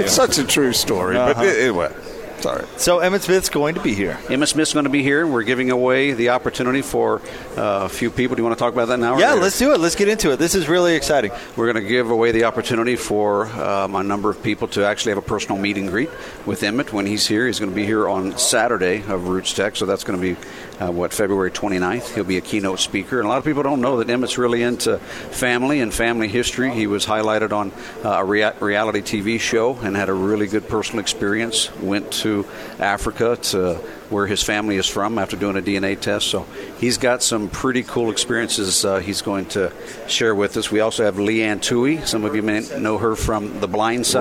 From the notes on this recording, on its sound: LIVE at Roots Tech genealogy conference.